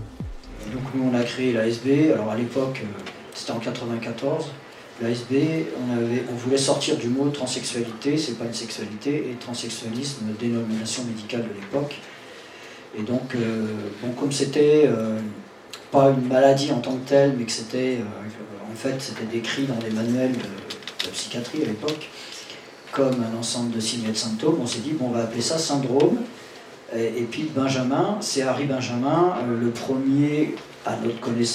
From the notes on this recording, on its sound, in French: Au centre LGBTQI de Paris Ile-de-France. Enregistrement réalisé en public au Centre LGBTQI Paris-Île de France.